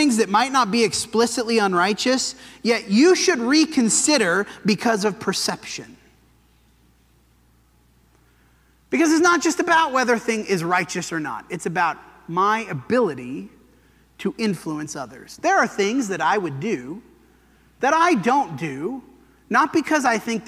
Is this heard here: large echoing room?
yes